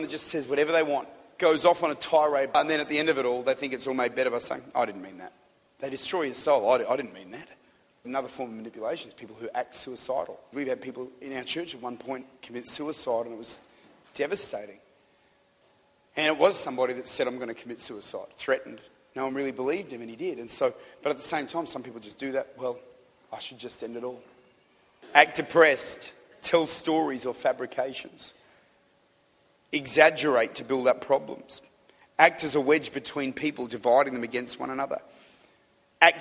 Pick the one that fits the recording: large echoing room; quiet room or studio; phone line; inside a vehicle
large echoing room